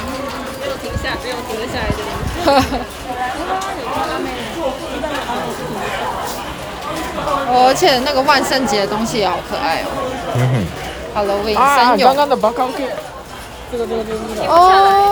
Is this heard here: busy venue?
yes